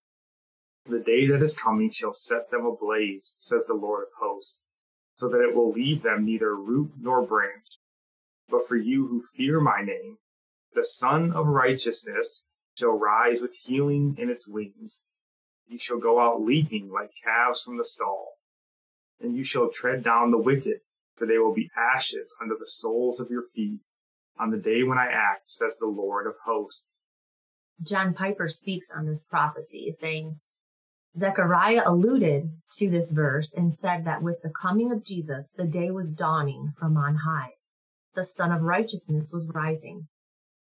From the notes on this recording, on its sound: Let me apologize for the audio. We are recording remotely, cheap mic and heavy AC running in the background.